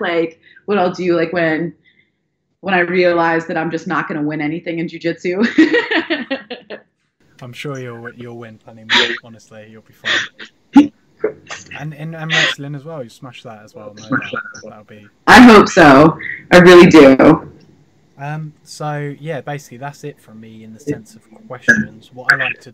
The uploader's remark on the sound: Audio is funky try playing at 80% to save your ears.